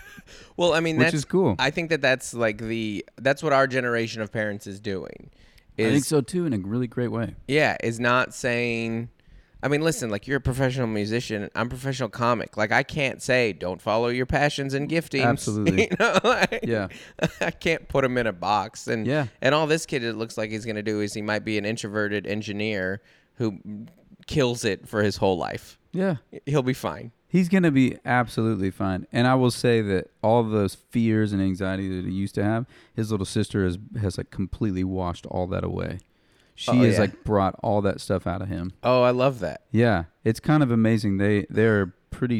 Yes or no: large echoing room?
no